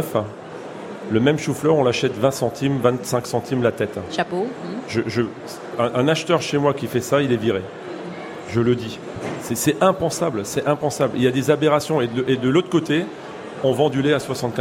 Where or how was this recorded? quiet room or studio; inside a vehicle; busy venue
busy venue